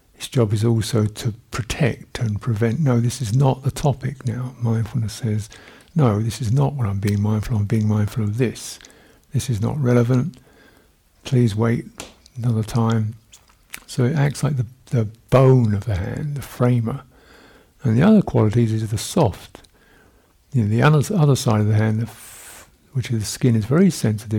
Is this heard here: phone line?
no